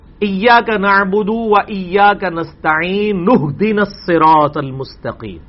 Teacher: الف اڑ جائے گا نون ڈائریکٹ ہا کے ساتھ ملے گی، تو یہ بنے گا ایاک نعبد وایاک نستعین نهدنا الصراط المستقیم.